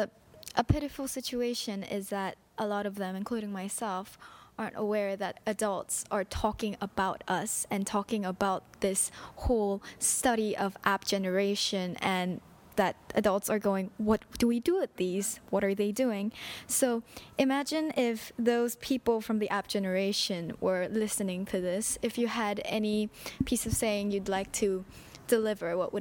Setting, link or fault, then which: setting, busy venue